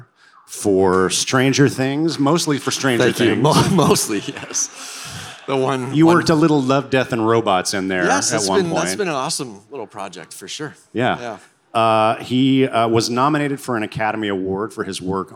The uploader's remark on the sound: This discussion took place in front of a live audience at the 2023 SXSW Film Festival.